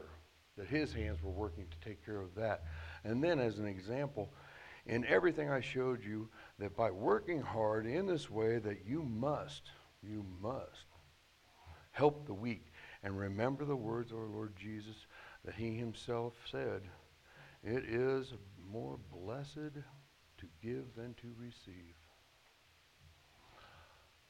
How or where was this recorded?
large echoing room